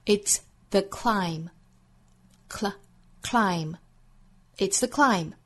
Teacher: 一个是辅音连缀，一个是尾部 b 不发音